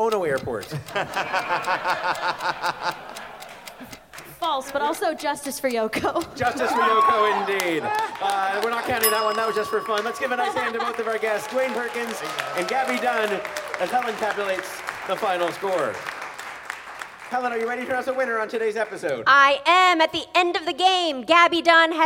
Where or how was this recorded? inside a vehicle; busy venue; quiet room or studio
busy venue